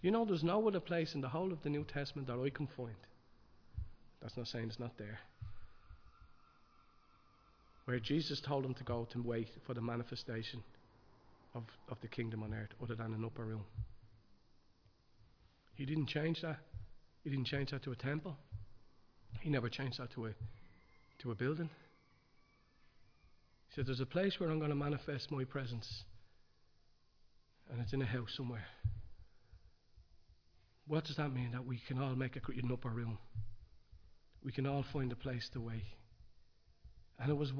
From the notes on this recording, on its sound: Recorded live in Liberty Church on 26 March 2023